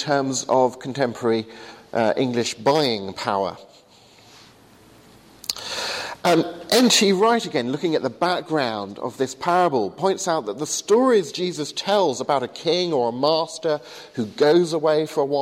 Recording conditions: large echoing room